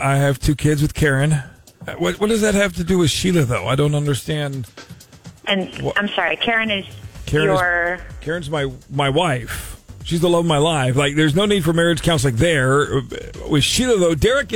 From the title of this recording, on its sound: Friday Phone Jacks Prank Call